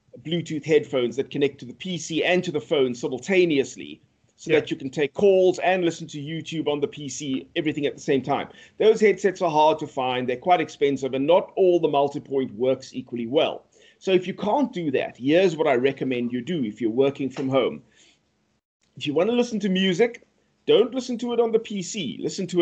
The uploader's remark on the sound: The sound quality is incredible thanks to the FiFine microphones we have on test. Recorded via Skype.